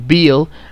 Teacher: the short open i as in bill